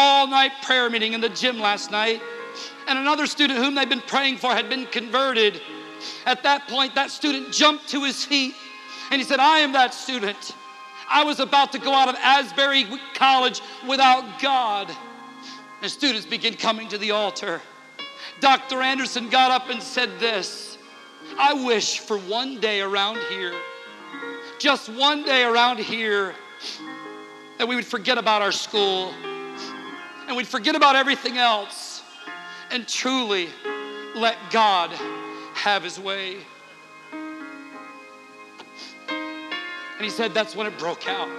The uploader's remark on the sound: Interchurch Holiness Convention Dayton, OH 2009.